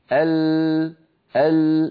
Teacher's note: لما أقول أق جربوا هكذا القاف، أق ينقفل المخرج انقفالا تاما، بينما لما أقول ال جربوا ال نجد بأن اللسان قد اعترض طريق حرف اللام، فلما يصل الصوت إلى منطقة اللام ينحرف بعضه عن يمين اللسان وبعضه عن يسار لسان الصوت ويتابع طريقه إلى الخارج